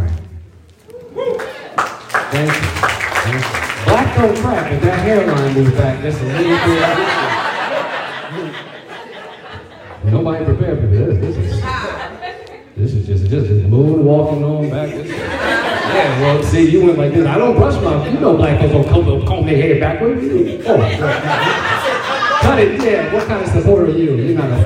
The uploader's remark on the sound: Hopefully the audio is good enough to follow.